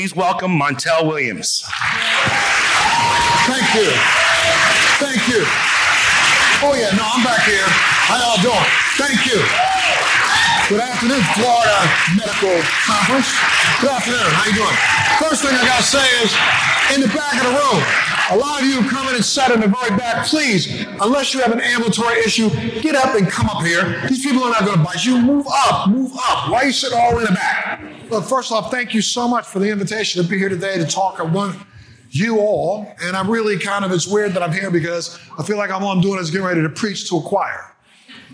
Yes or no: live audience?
yes